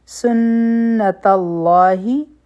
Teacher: نون مشدد دی غنه بکو، لام جلاله به غټ وایو